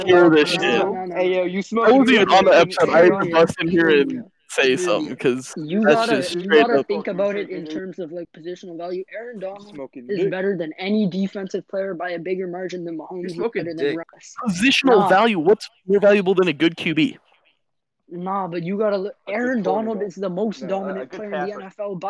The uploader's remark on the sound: Audio was a bit of a mess however it shouldn't be too bad.